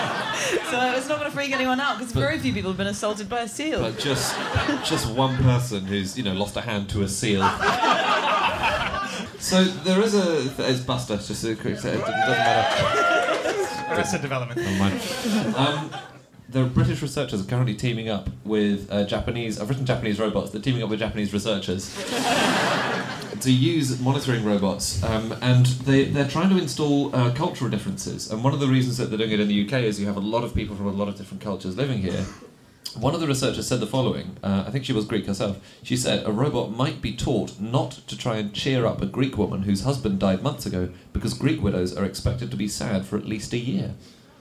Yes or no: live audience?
yes